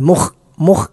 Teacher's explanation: ഒന്ന് ഖ എന്ന അക്ഷരമാണ്, തൊണ്ടയുടെ ഏറ്റവും മുകളിൽ നിന്നാണ് ഖ എന്ന അക്ഷരം പുറപ്പെടുന്നത്